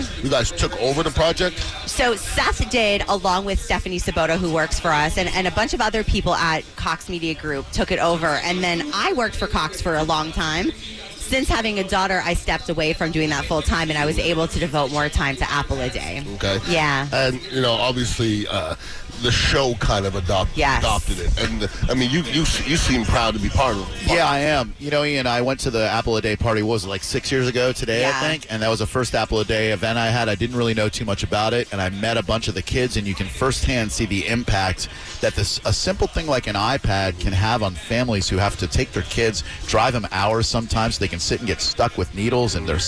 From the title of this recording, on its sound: Live from Pin Chasers for the Apple-a-Day iPad party!